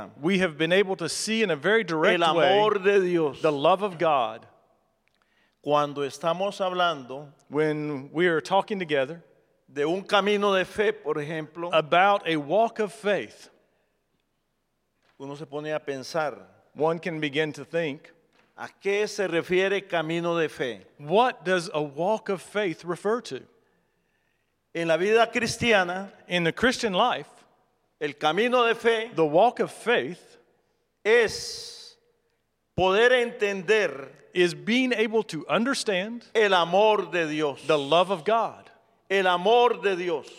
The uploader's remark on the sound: presented by Asbury Seminary Kentucky Chapel, recorded on Tuesday, April 25, 2023 at Asbury Theological Seminary's Kentucky campus